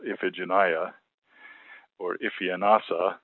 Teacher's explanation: A 5-syllable name, you generally have the pattern accent on the first and a lesser accent on the fourth. So, for example, Iphigenia or Iphianassa, those are 2 5-syllable names which have accents on both the first and fourth syllable.